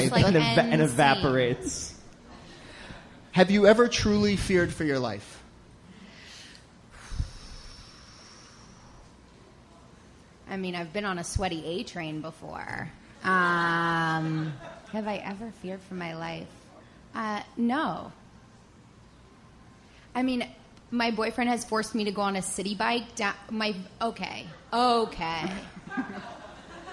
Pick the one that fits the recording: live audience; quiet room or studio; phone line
live audience